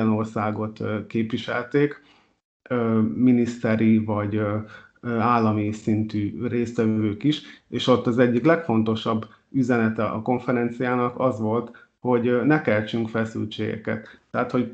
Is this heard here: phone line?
no